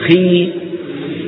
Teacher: تجد بأن وسط اللسان ارتفع لأن الكسرة بنت الياء، والياء من وسط اللسان